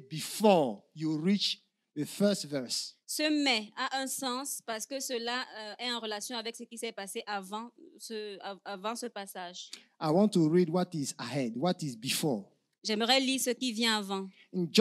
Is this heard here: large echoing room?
yes